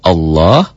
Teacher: Lafadz Allah dibaca tabkhim, tebal berbunyi Allah, berbunyi O, tebal.